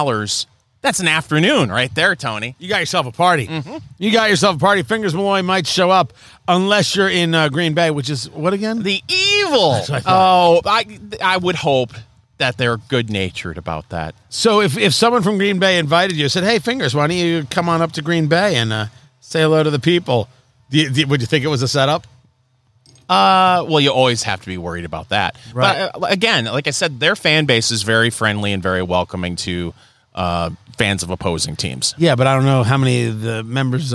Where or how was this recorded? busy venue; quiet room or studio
busy venue